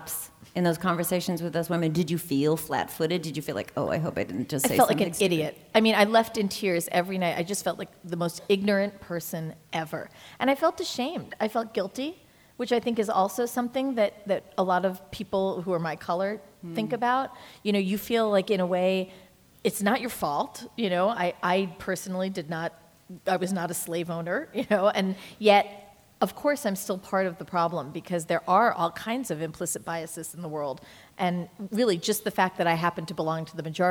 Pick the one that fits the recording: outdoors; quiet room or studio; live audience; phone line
live audience